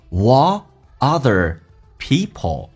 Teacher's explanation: What 跟 other 不连音，因为连起来很难听